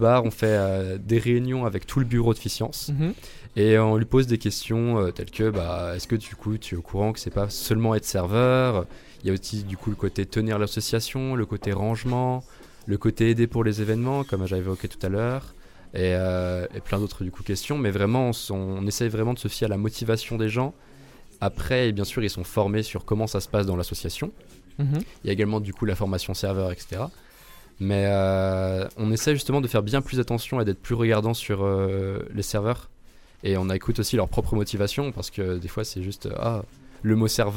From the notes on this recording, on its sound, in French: Retrouvez un nouvel épisode enregistré dans les locaux du bar associatif étudiant "Phi Sciences" situé sur le campus de Vandoeuvre les Nancy.